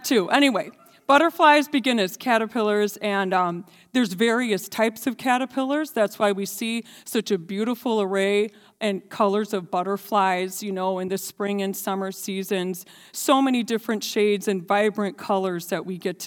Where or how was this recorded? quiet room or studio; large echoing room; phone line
large echoing room